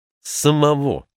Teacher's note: Если мы еще раз изменим позицию наших корневых гласных, их звучание снова изменится. Например, в слове «самого» в первом слоге «а» дает краткий звук средний между «ы» и «а»